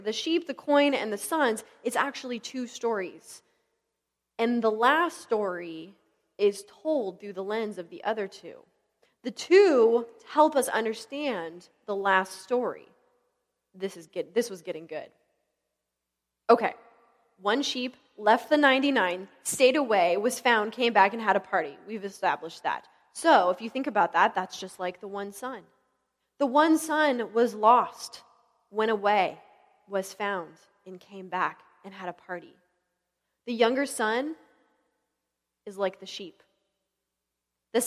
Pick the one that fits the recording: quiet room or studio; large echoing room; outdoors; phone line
large echoing room